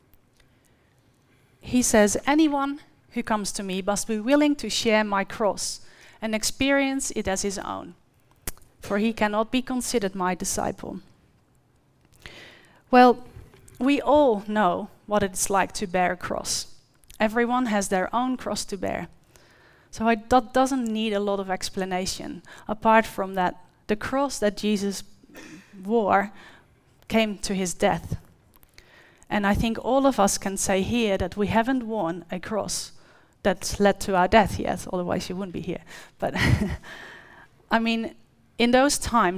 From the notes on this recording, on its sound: The live stream of Destiny Church Atherton.